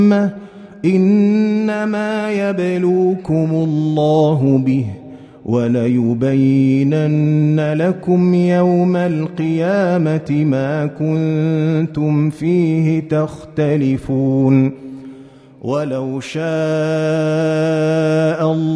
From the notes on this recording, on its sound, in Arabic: مسجل من صلاة التراويح بمسجد السلام بحي مشرفة بجدة.